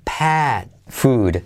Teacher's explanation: Esa E que se abre como una A.